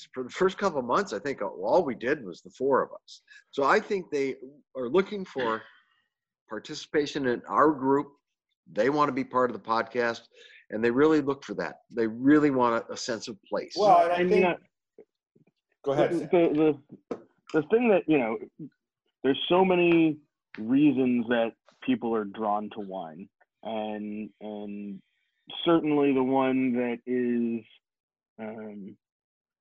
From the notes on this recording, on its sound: Our Zoom invite somehow made it into her “junk” file but we decided to do the show anyway.